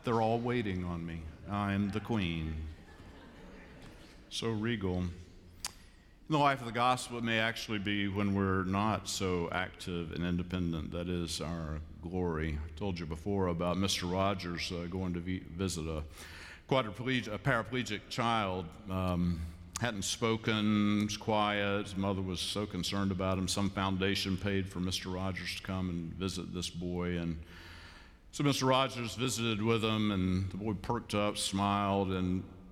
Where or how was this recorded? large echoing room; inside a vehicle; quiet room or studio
large echoing room